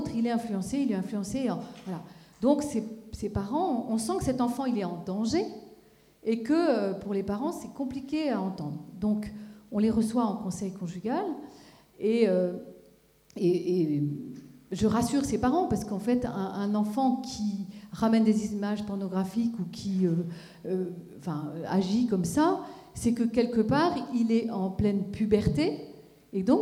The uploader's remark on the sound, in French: Dans le cadre du Festival des familles en Gironde, une conférence était donnée le mardi 29 septembre 2015, à l'Athénée municipal de Bordeaux.